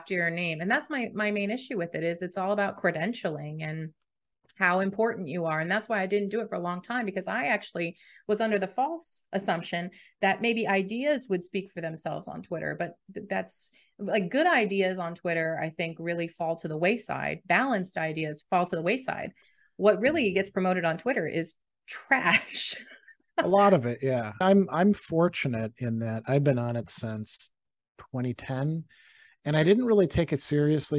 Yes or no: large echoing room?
no